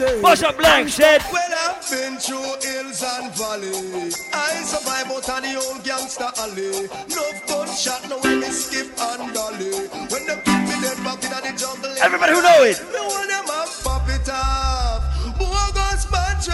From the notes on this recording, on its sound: LIVE AUDIO from Island Saturdays